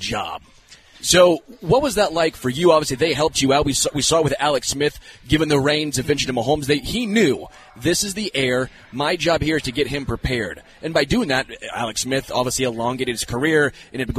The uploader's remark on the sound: LIVE from Hollywood Casino!